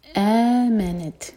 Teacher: تا ساکن پر ہمس ہمس یعنی کہ ہم نے سانس کو جاری رکھنا ہے